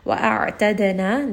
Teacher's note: dal is going to have qalqala, give it a little bit of bounce.